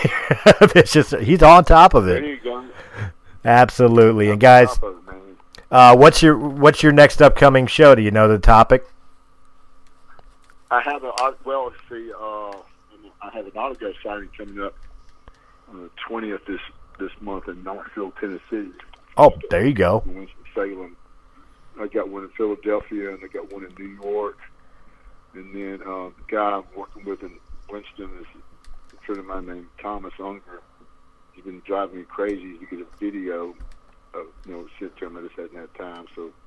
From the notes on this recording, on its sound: over the phone